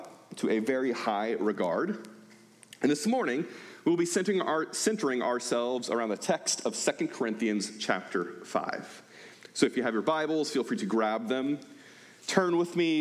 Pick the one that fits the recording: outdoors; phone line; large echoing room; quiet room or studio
large echoing room